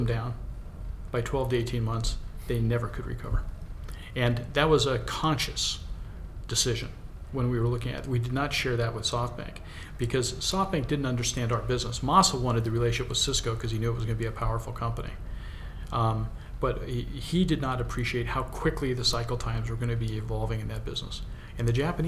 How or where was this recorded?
busy venue